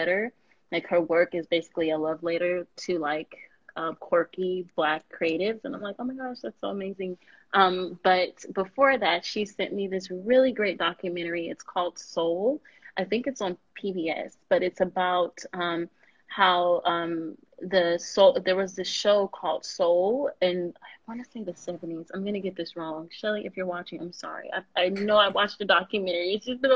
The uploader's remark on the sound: IG Live conversation. We record on Anchor.